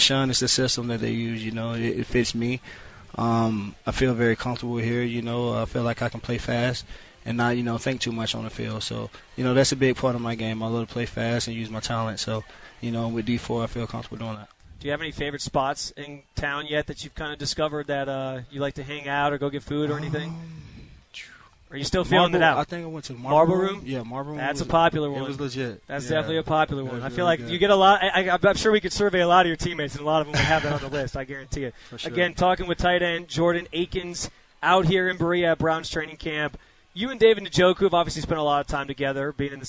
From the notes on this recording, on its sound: live from Browns training camp in Berea